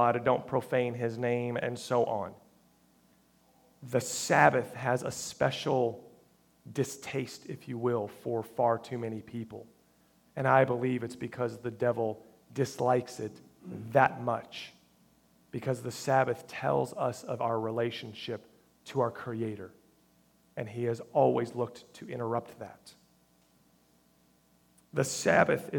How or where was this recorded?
large echoing room